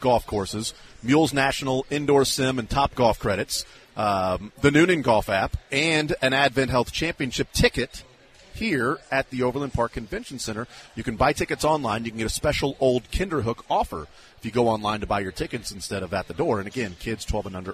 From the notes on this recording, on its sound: The Zone continues live from the KC Golf Show at the Overland Park Convention Center